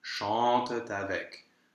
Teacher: a T in liaison is a little bit of a lighter feeling, lighter touch than a full-fledged T in the middle of the word · So here we have to do the T liaison. That means that you're going to have two T sounds in a row.